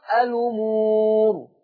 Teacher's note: لفظ الأمور برضو هعمل فيه النقل، فتصير أما أشيل ضمة الهمزة هروح بيها لحرف اللام فتنطق الأمور